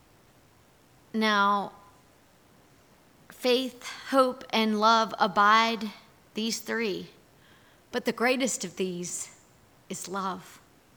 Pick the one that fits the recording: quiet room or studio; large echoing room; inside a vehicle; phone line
large echoing room